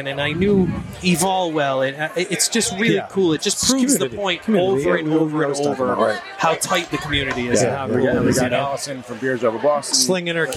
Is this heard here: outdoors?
yes